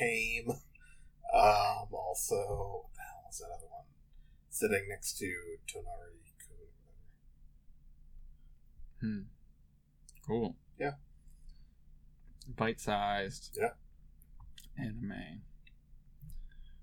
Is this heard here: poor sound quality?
yes